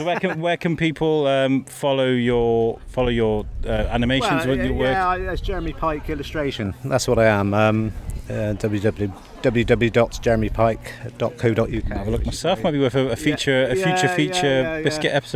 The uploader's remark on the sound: UK Proms in the Park 2023. Running around with a microphone speaking to musicians, organisers and sampling music too.